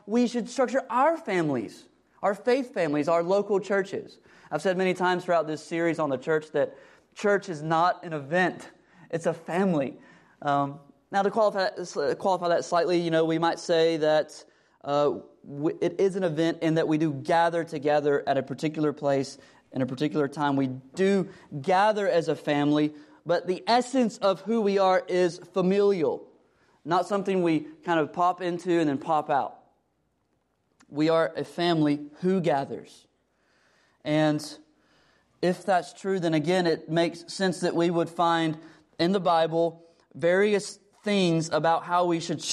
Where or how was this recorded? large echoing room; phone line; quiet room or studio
large echoing room